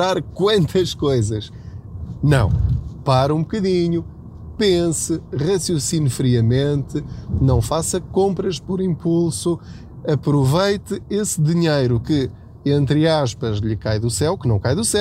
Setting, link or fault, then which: setting, inside a vehicle